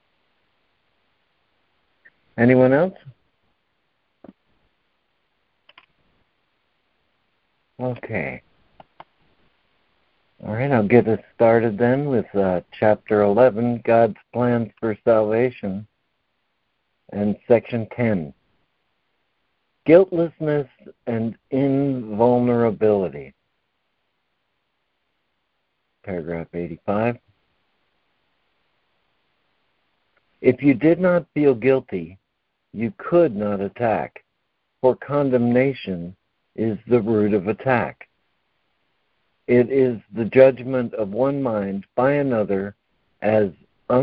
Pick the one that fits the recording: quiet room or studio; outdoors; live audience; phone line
phone line